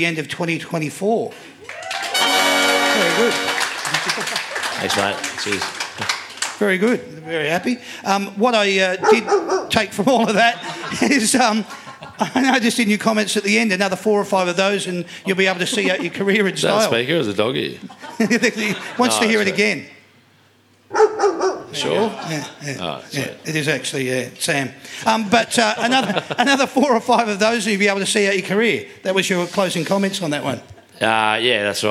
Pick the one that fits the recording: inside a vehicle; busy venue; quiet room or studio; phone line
busy venue